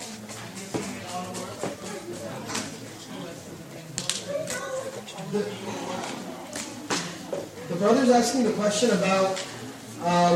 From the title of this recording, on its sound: Lecture Night Q And A Session